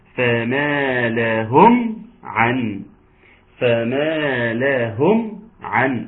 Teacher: وضم الهاء واظهار الميم عند العين